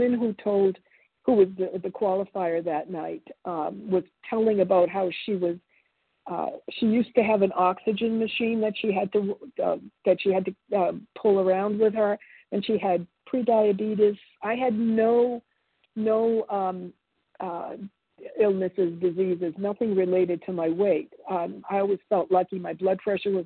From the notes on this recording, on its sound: 100 Pounders Phone Meeting, 7/10/23.